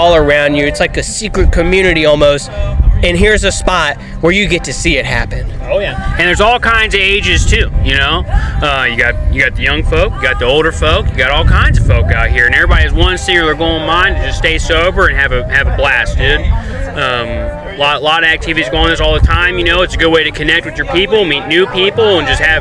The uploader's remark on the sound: LIVE AT THE 3RD ANNUAL HOT SAUCE HOOTENANNY